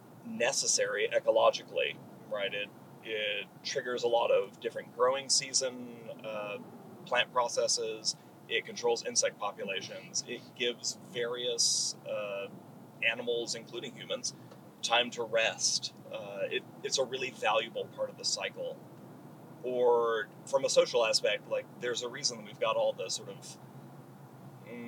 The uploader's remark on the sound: Our audio is a little odd on this episode as we figure out how to mic up three different people in the car. Sorry if it's a little unbalanced or quiet. We only have one source, unfortunately.